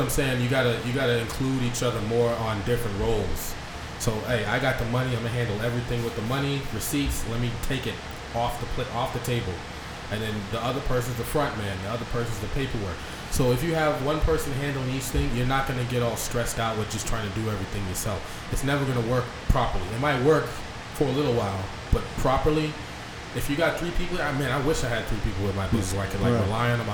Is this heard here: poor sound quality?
yes